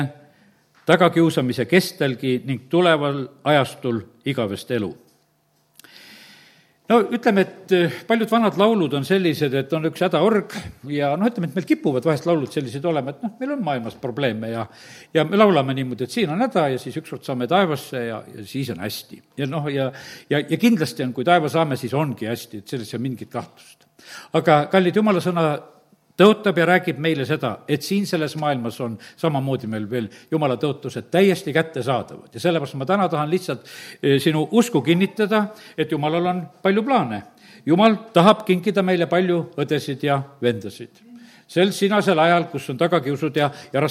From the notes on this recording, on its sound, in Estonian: Audio salvestus koosolekult